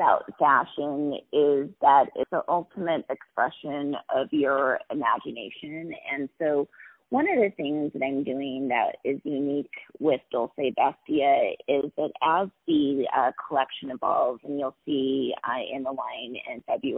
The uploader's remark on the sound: On the phone